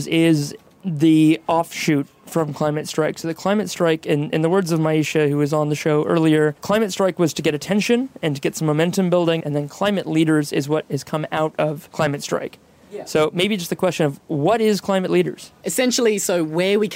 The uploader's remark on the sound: on the side of the Sustainable Living Festival